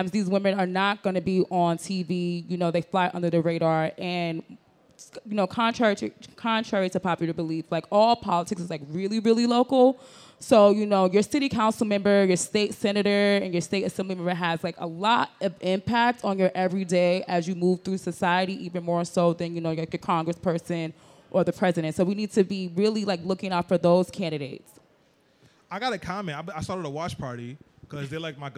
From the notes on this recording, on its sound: During a live podcast recording at ENVSN Fest, a two-day interactive summit in Brooklyn, NY that celebrates women of color.